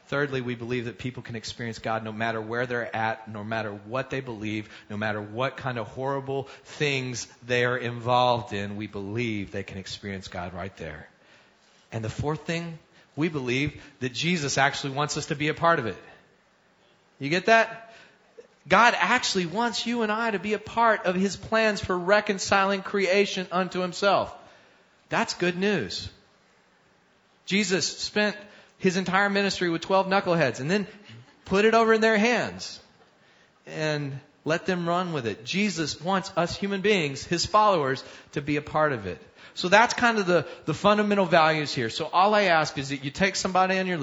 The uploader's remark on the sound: Recorded Live at Vineyard Church of Kenner.